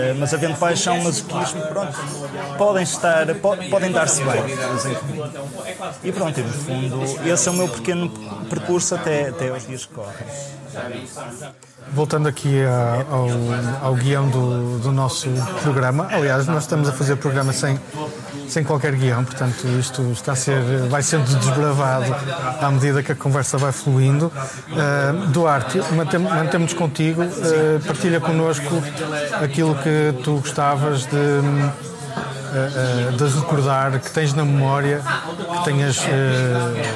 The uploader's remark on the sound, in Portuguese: Gravado na Casa de Pasto Fertuzinhos, nas Caldas das Taipas. Pelo meio do ruído de fundo, fomos falando.